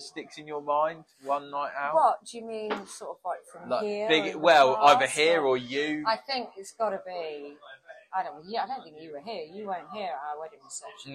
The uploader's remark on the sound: live from her pride and joy, The George & Dragon Tarring